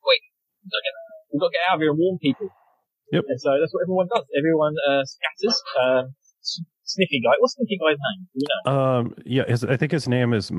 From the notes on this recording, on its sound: bad-ish audio quality